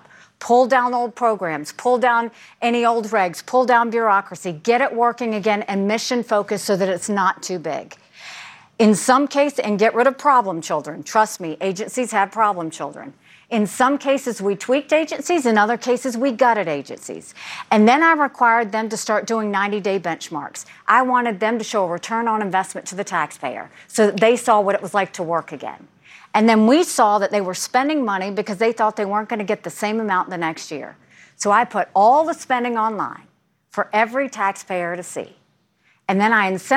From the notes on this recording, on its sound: Moderates a live Republican Presidential Town Hall. From Des Moines, Iowa.